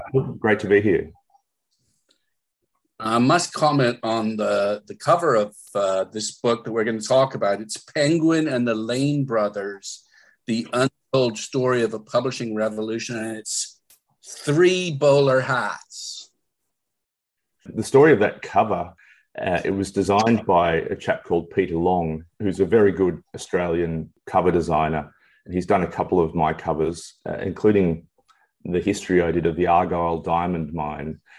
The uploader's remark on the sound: via Zoom